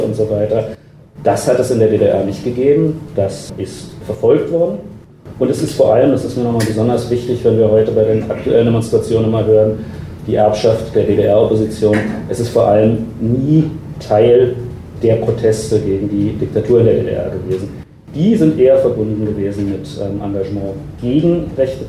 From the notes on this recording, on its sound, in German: Aufnahme von einer Berliner Veranstaltung im Baiz